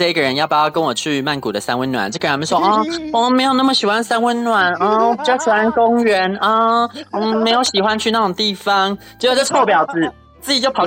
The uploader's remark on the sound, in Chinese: 三溫暖爽完即時錄音分享立刻上架。電話錄音。由於週間特輯是手機通話錄音的，所以音質比較差，但差得很有風味，好像在跟我們電話連線～。